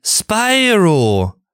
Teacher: Also er zieht die Vokale immer sehr lang.